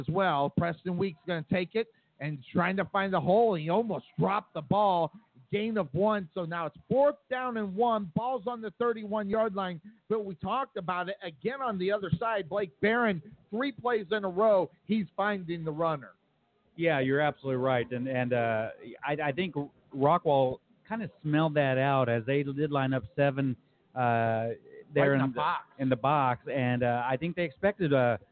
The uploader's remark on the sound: LIVE FROM COTTON BOWL STADIUM!